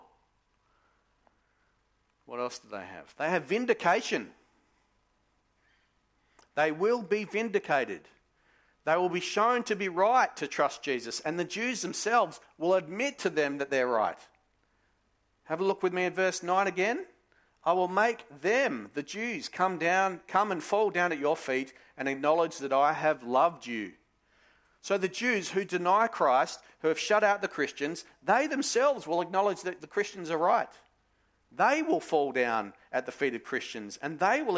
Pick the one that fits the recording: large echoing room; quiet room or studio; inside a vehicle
large echoing room